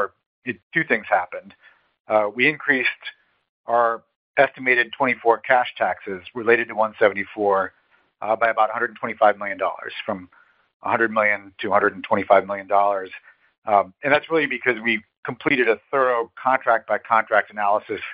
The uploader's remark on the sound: Booz Allen Hamilton's Q3 2023 earnings call, unedited